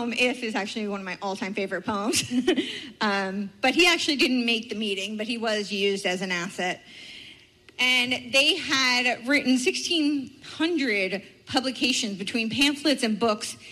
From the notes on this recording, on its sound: Speaks At Fall Freedom Fest.